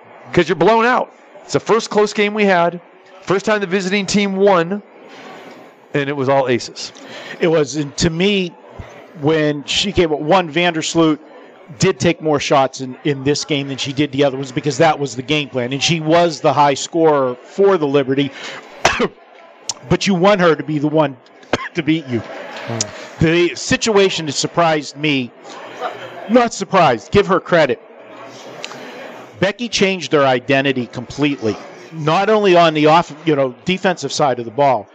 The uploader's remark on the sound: Live from the Super Book at Westgate Las Vegas